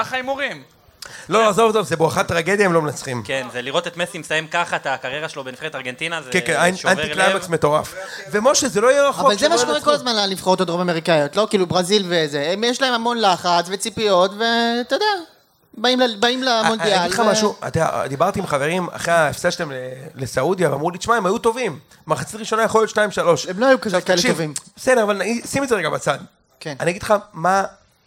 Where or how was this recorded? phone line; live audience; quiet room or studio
live audience